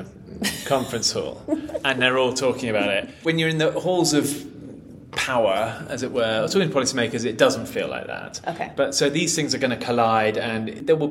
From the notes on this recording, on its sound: Recorded at MAPS Psychedelic Conference